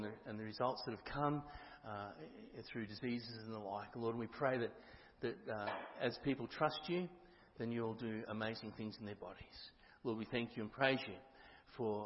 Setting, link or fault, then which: setting, large echoing room